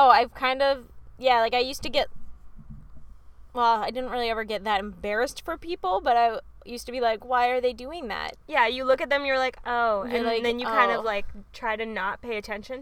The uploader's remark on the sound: two best friends sat in the car and chatted.